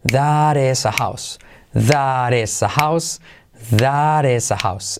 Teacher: La T, además de that, la segunda T se convierte en R suave